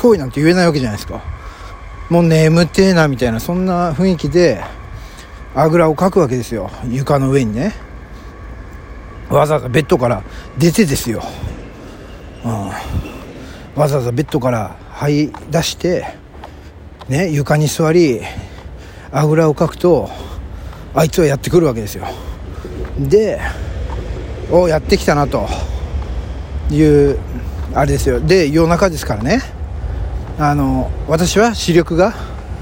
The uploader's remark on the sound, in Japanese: お散歩トーク。早朝にチョリに起こされ、ボケボケしながら散歩中に収録しております。